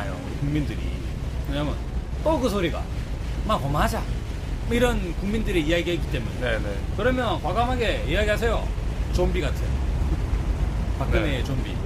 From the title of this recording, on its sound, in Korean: 광화문 농성장에서 듣다